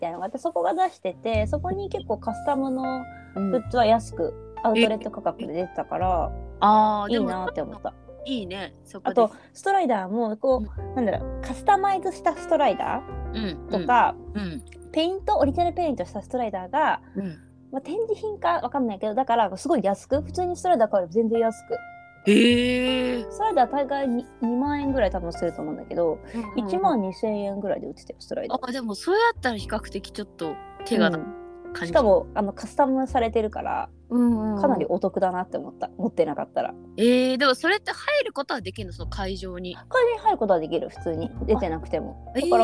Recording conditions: drop-outs